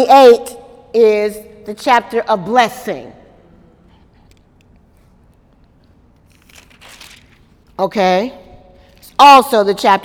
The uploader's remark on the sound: During Wednesday night service on May 2, 2018